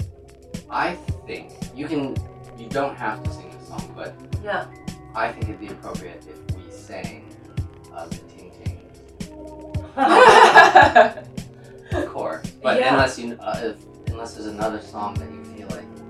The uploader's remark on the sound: Our apologies for the poor audio, we ran in to some technical difficulties.